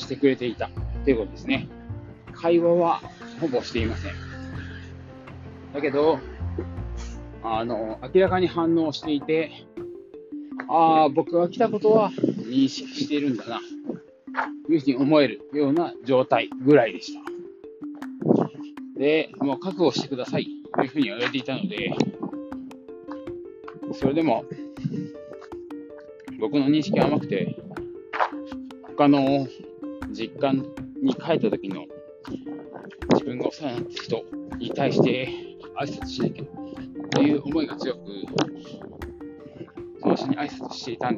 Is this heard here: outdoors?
yes